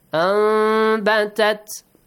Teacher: change the sound of the nun into? Meme. A hidden meme, a half meme. · Term: إِقْلَاب